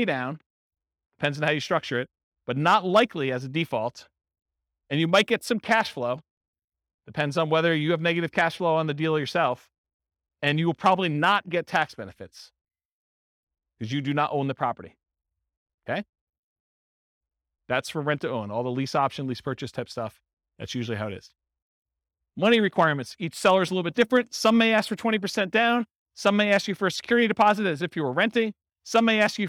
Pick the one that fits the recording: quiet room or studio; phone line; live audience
live audience